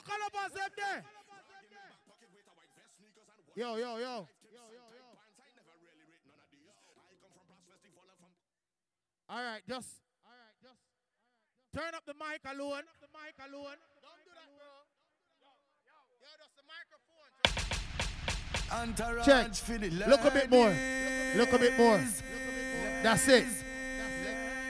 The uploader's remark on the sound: Tropi Street Dance 5/6/23 (LIVE AUDIO)